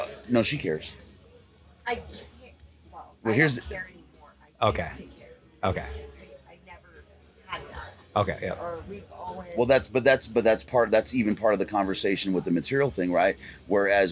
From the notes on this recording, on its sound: Mountain Archery Fest live episode. Live from Mountain Archery Fest.